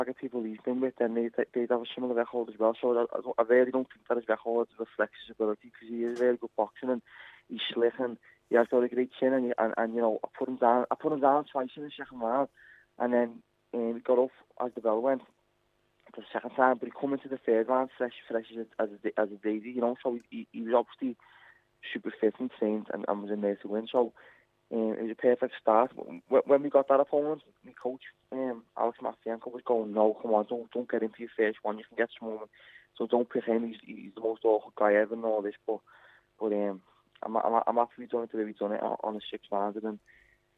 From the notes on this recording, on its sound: jump on the phone